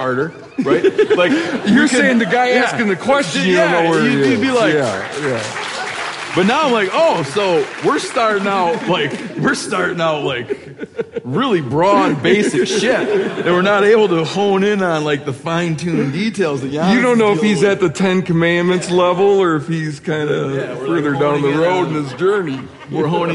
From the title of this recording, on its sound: Live from Bozeman